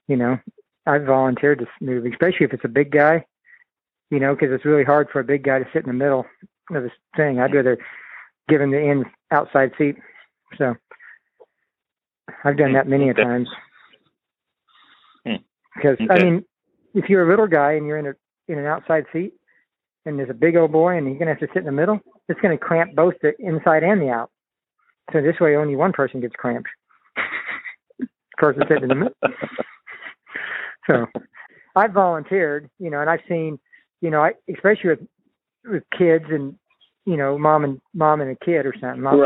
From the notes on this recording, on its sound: This podcast marks the first time I've recorded a phone conversation to capture audio. Shot with a 1080P Webcam with Microphone. Samson Technologies Q2U USB/XLR Dynamic Microphone Recording and Podcasting Pack.